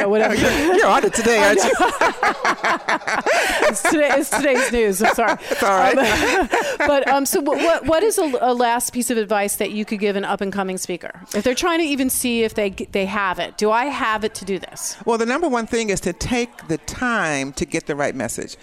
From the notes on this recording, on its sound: Broadcast Live form the Largest Women's conference in the USA! We will be live for 2 days bringing you all the event action, keynote speakers and VoiceAmerica hosts.